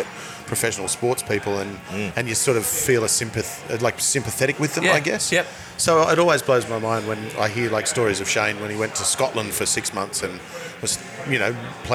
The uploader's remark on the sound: In the heart of the city at The Morrison Bar & Oyster Room